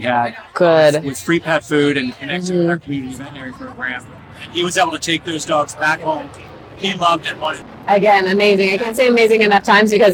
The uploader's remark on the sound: In this episode I am recording on location at the San Diego Humane Society Walk for Animals.